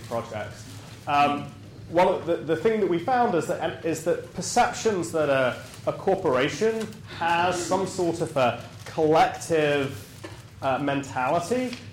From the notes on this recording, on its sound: Recorded on May 5, 2015, as part of the Chicago’s Best Ideas lecture series.